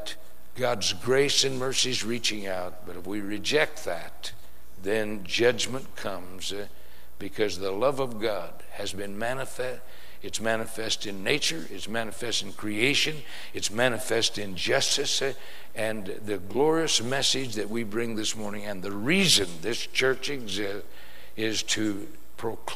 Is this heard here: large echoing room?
yes